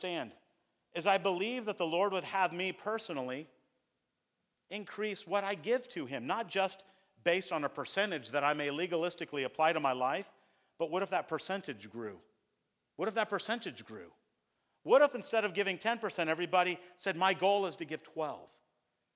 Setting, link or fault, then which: setting, large echoing room